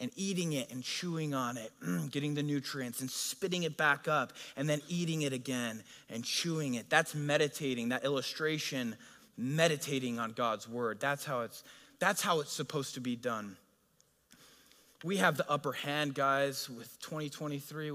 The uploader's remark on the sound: A sermon delivered at Godspeak Calvary Chapel in Newbury Park, California on June 19, 2023.